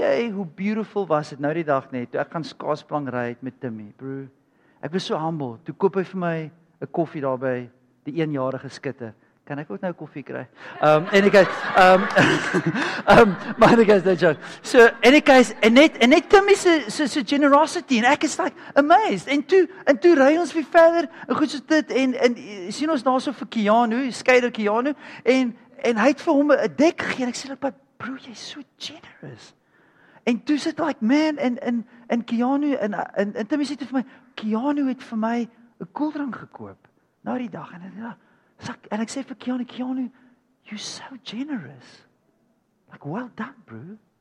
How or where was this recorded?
large echoing room